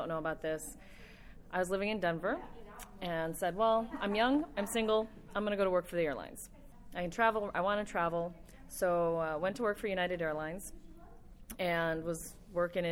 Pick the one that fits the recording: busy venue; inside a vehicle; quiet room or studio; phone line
busy venue